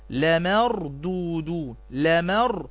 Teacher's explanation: الراء الساكنة إذا كان ما قبلها مفتوحا فخمت